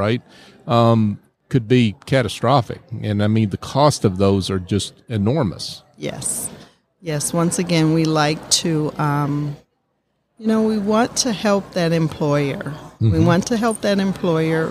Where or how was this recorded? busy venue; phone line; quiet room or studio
busy venue